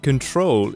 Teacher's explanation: control is different from the other two because the stress is on the second syllable, the main stress